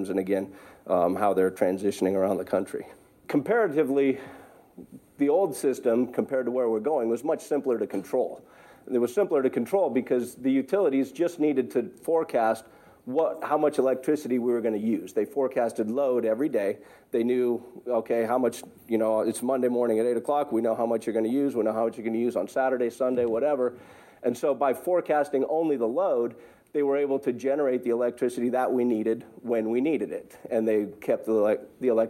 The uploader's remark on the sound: We are taking you to Sun Valley Idaho where we’ll sit in on a panel discussion featuring the voices of both local and global innovators.